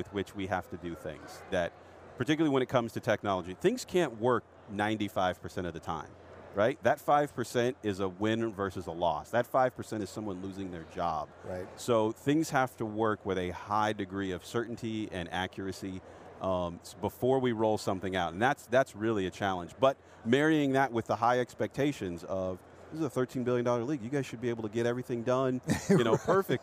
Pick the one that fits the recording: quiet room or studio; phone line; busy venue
busy venue